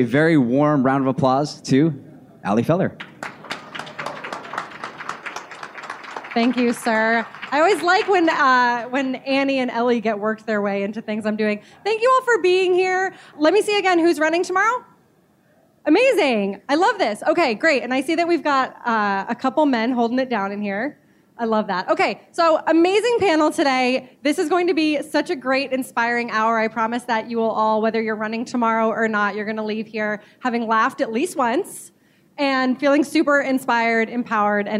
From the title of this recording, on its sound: LIVE at the United Airlines NYC Half